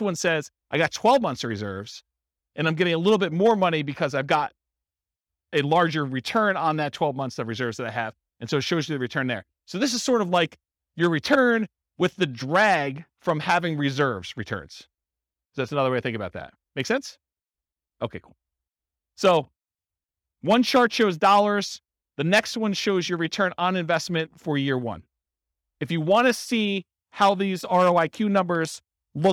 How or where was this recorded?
live audience